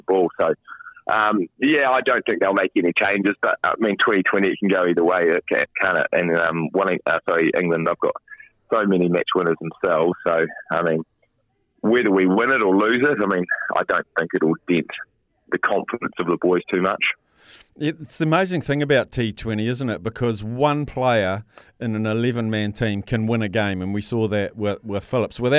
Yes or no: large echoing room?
no